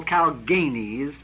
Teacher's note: she accented the second syllable and gave it a long A